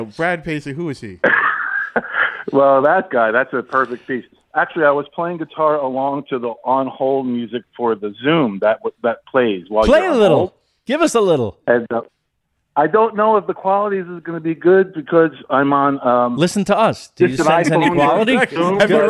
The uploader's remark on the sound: Phoning It. A special Call.